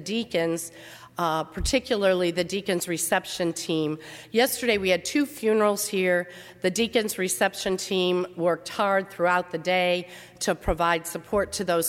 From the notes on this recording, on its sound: during the 10:30 AM service on Sunday April 28, 2019 at First Presbyterian Church of Arlington Heights, Illinois.